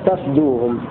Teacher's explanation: وقرأ الباقون بفتح التاء وإسكان الفاء وحذف الألف